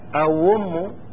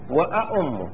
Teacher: أأم فيه وجهين، أوم لأنه تبدل الثانية واو، وأأم